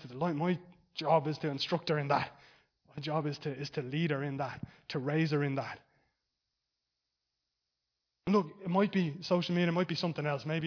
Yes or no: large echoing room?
yes